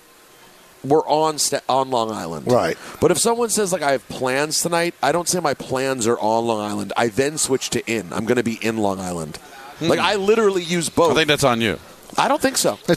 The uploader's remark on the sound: The show is live from UBS Arena